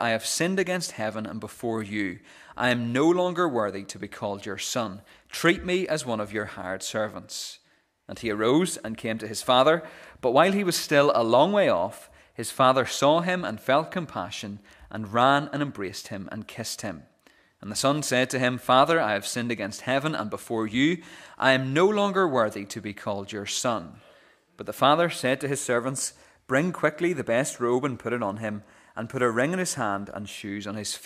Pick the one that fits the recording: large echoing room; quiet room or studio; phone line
large echoing room